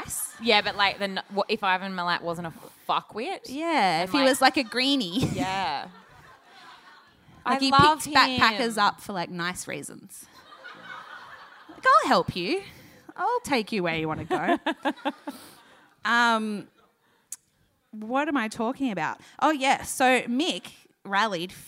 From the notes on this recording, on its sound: AAMH's Sydney live show. Recorded on Dec 5 at Marrickville's Factory Theatre.